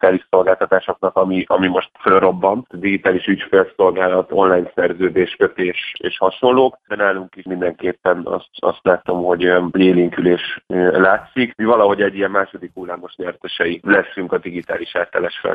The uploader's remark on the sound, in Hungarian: telefonvendégei